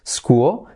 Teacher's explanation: Recuerda que al final de palabra la L suena que casi no se escucha.